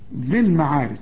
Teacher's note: بشبك الذال مع اللام على طول